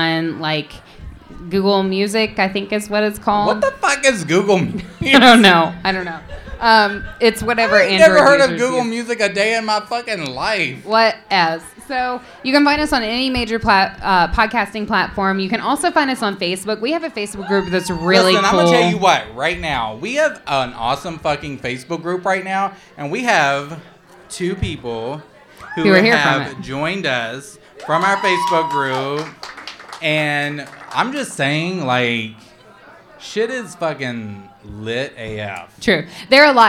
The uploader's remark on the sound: Live at Dangerously Delicious Pies. We're SO excited about our FIRST EVER live show that we're sharing it with all our listeners.